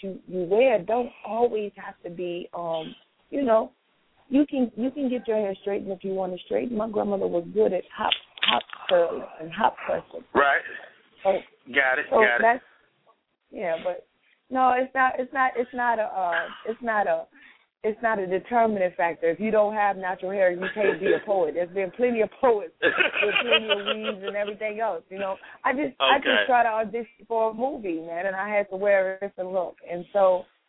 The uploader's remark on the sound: Opens up the lines to chat with his audience.